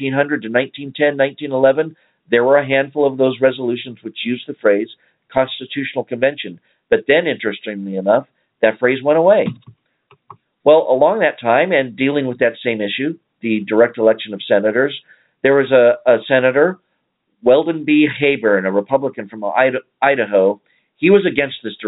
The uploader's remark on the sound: save some time for phone calls